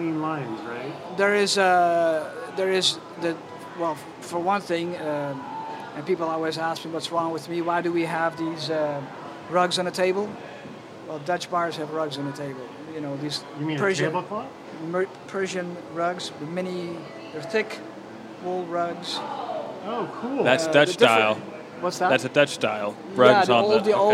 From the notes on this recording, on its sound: A special guest from Seattle's bar scene. Recorded live at Zoo Tavern on 7/7/2022.